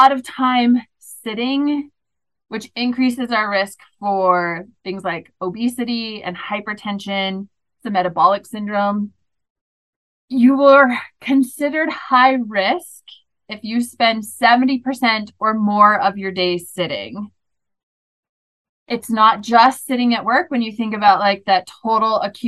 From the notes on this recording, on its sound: this is the audio from the webinar.